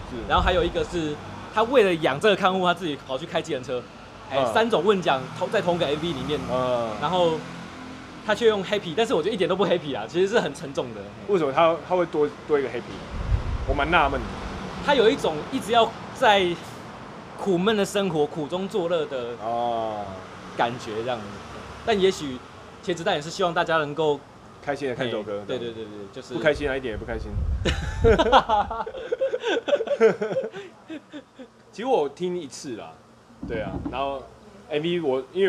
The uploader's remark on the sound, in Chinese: 使用麥克風 YIDA-MIC+-01 爵勢國際有限公司 YiDA。錄音地點：台南 牽咖啡 Chen Coffee。